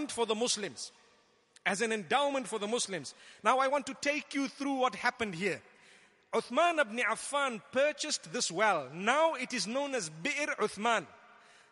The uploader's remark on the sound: Delivered at Tuanku Mizan Zainal Abidin Musjid